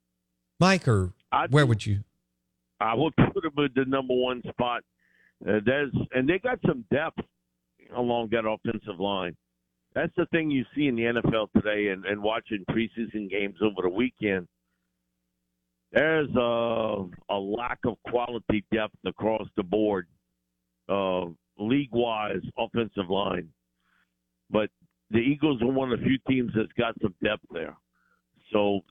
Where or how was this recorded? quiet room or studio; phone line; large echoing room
phone line